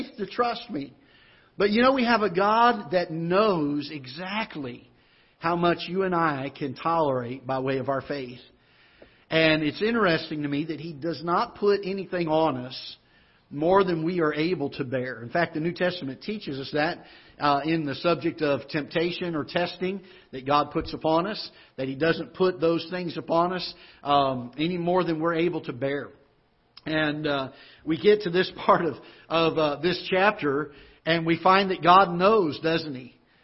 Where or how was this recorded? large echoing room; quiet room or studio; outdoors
large echoing room